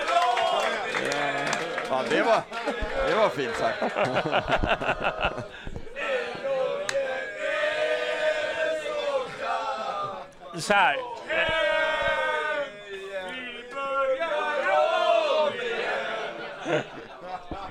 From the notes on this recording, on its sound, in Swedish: Live från Twang och med publik